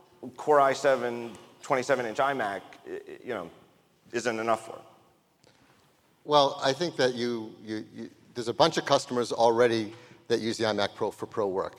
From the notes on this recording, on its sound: Live From WWDC 2017